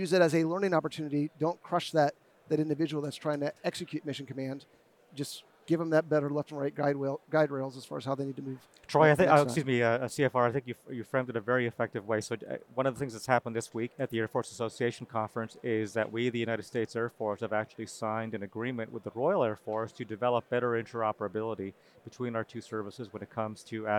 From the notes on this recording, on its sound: This unique episode was recorded at the Air University booth at the 2023 Air and Space Forces Association Conference.